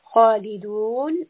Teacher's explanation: So we want a mouthful kind of back of the tongue raised sound. Khalidun. And we are ending with a four count mud. · Term: permanently heavy sound